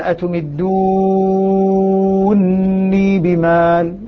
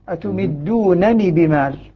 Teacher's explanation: أيضا تمدونني الإدغام فاز وثقل، قرأ حمزة بإدغام نون رفع الفعل في نون الوقاية · Shown in: first take